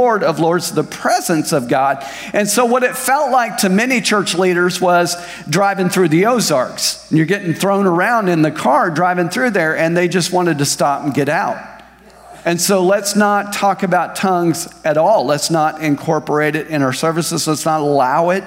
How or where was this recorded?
large echoing room